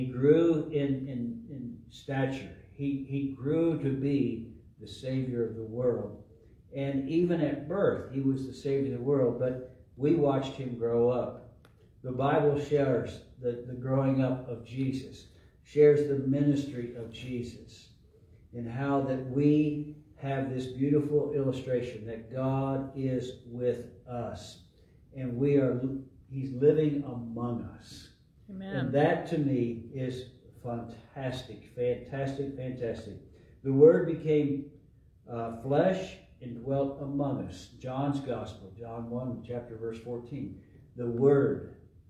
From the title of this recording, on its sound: LIVE from Calvary